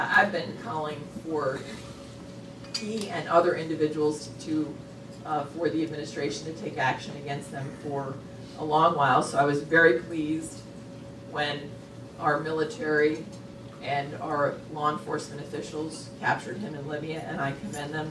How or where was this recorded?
live audience